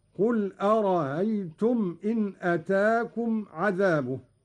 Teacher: قرأ قالون بتسهيل الهمزة الثانية من أرأيت الاستفهامية هكذا: قل أرأيتم إن أتاكم عذابه.